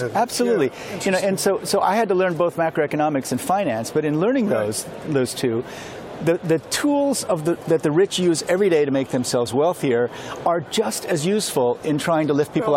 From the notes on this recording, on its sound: Live from the World Bank/IMF Meetings in Washington DC.